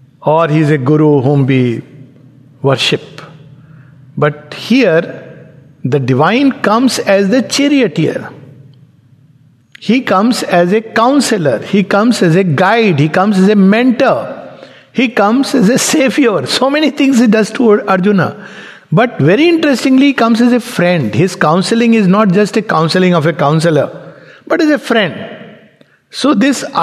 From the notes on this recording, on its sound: Recorded in Sangham Hall of the Savitri Bhavan, Auroville